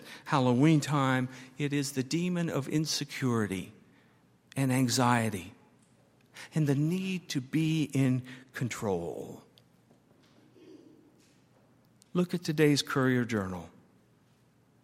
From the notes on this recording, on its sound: at Highland Baptist Church.